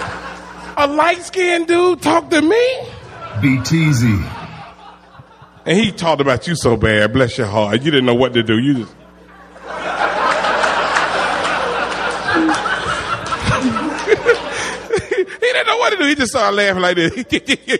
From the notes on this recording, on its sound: recorded at the Houston Improv